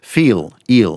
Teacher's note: it's what's called a diphthong, which is a glide from ear, from one vowel to the other, ear. And it depends on how much emphasis you put on the first one.